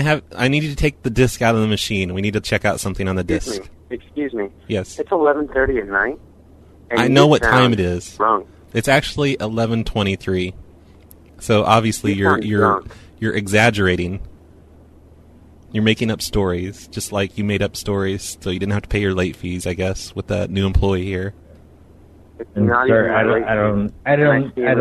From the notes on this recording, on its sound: Prank Phone Calls